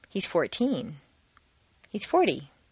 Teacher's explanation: In short phrases, teen can be thought of as a separate word in terms of intonation. In longer phrases, the number plus teen becomes one word. · Term: Compound Intonation of Numbers